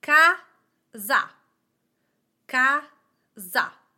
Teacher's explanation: My accent goes on the first vowel, the first syllable.